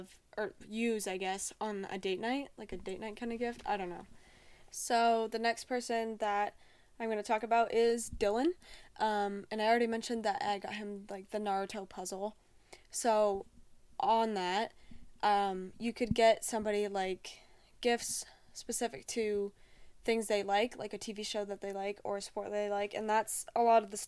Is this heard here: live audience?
no